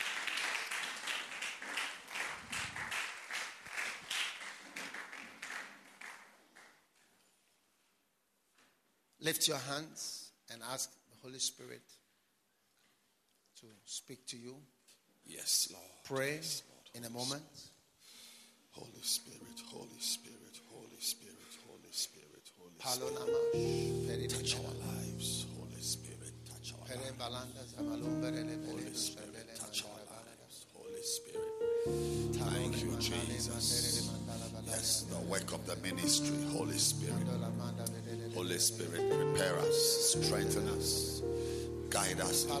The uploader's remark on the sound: Preached at the Healing Jesus Campaign Pastors' Conference in Chereponi, North-East Region of Ghana